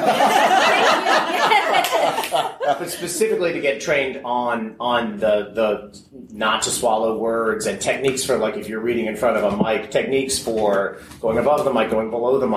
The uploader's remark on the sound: We bring you an amazing workshop recording from Balticon 2018: Improving Your Reading.